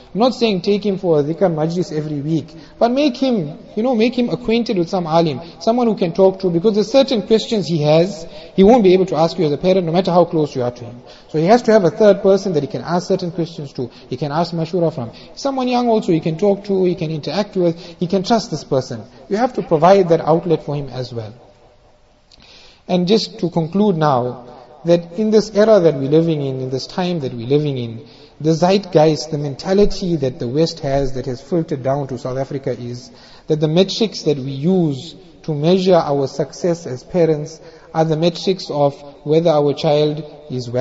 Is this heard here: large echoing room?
yes